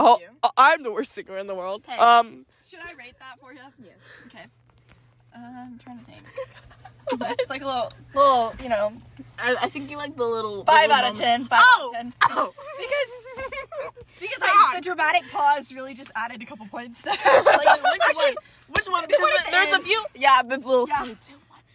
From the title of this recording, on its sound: Live from the Sonic Parking Lot